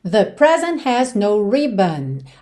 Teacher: Atenção que você nem ouviu o T de present, right? Consoante oclusiva, pode aparecer mais, menos ou nada.